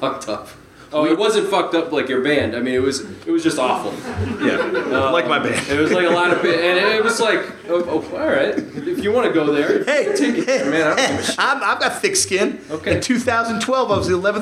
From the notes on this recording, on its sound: Hit the stage of legendary Boston (Allston) venue Great Scott and chat. TURNED OUT A PUNK LIVE IN BOSTON. Welcome to the first day of the Turned Out A Punk Live tour!!!